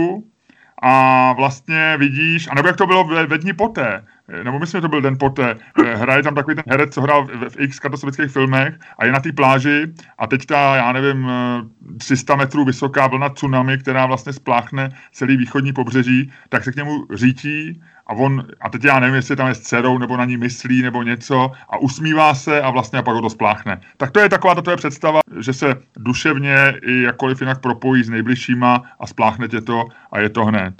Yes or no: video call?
yes